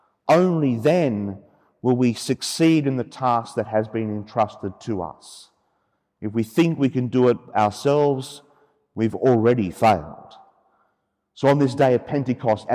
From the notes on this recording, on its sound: The homily for the Solemnity of Pentecost Sunday, Year B, from Sacred Heart Cathedral, Hamilton.